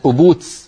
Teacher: يعني بدل أبوك يقول هكذا بالسين